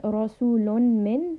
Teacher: so meme is a letter of shadda, so we are merging the tanween into the meme. رَسُولٌ مِّنْ، noon is a letter of tawassut.